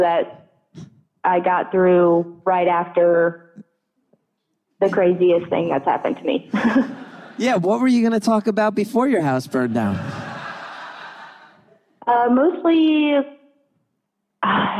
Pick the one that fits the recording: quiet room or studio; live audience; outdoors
live audience